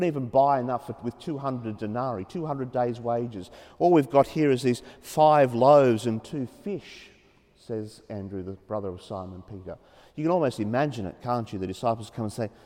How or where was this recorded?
large echoing room